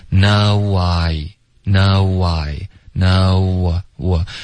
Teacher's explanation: 如果你的 no 发的标准你滑到 I 的时候呢中间会自然而然出现一个 W 的音一个 W 听一下 no why no why no w 这个 W 呢是非常、轻它是一个副作用的发音 OK 别刻意的 no